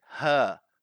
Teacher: Because I've got a British accent, and because of that, I don't pronounce the R. So I say her.